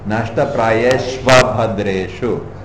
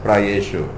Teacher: When it's joined, sandhi is there. The U becomes the V. · Shown in: first take · When you break it up word by word, it's prayeshu.